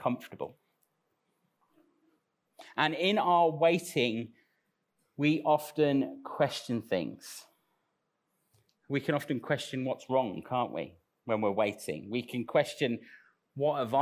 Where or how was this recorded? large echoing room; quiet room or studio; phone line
large echoing room